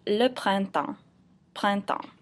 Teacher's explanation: This is a hard word because it has two nasal vowels in it, so the first syllable is print, and the second syllable is temps.